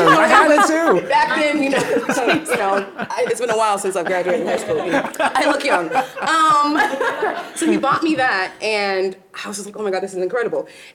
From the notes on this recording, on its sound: 2023 BroadwayCon Live Panel. Taped during a live panel at the 2023 BroadwayCon event on Friday, July 21.